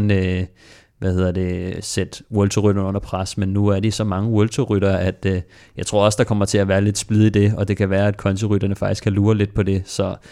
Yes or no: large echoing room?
no